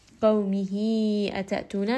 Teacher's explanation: قو، قومه أتأتونا، this is going to be a four count مد. This is going to be مد صلة كبرى because we see there is that حاء ضمير followed by the letter همزة and this is going to be four count. لقومه أتأتونا، that here is going to have or the همزة here actually is going to have a bit of jerkiness.